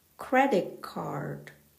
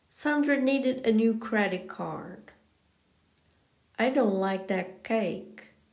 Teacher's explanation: Not only this word, but when one word ends in a vowel sound followed by a t and the next word begins with a k, the t changes to a k